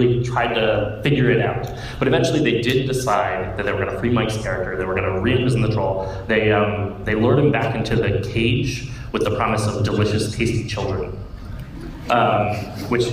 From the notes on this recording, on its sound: Wheelhouse Workshop at PAX East 2017. Here is the audio from Wheelhouse Workshop’s PAX 2017 panel.